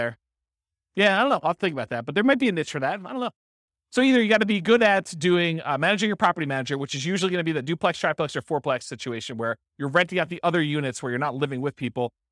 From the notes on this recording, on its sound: This was a live class recorded.